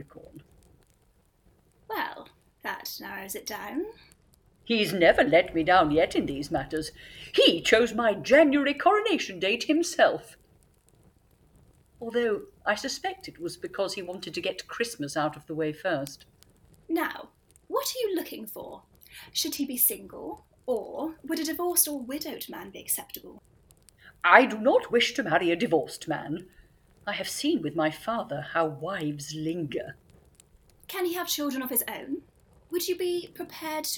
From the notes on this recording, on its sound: Sound effects from Freesound.org. The Lost Tapes of History was recorded remotely during lockdown in late 2020. As such, the actors used what equipment they had available and were limited by their location. This has resulted in variable audio quality.